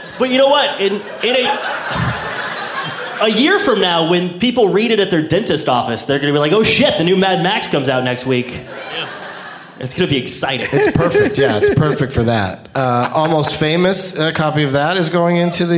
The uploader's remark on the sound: Live from the Oklahoma Contemporary Arts Center in Oklahoma City.